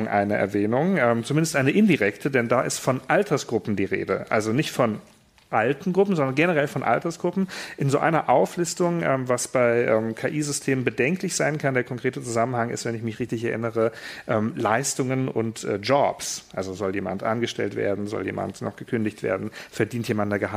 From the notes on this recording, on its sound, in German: Mitschnitt Paneldiskussion